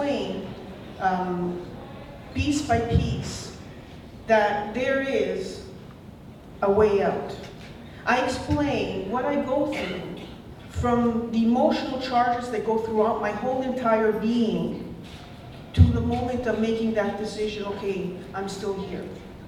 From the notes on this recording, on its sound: on stage at the event on June 2nd, 2015